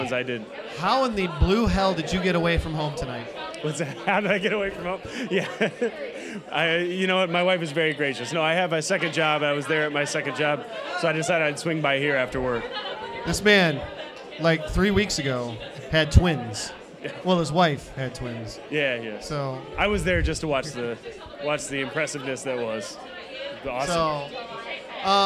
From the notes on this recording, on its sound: The second part of our live appearance from Carol and John's Comic Shop in Cleveland for FCBD 2018.